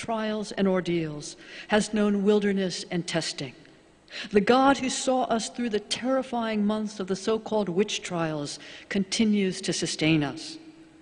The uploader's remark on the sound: Sermons from Old South Church in Boston